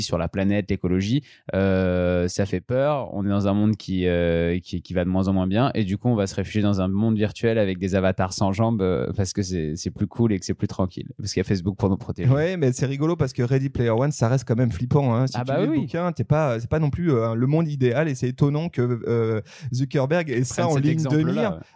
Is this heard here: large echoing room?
no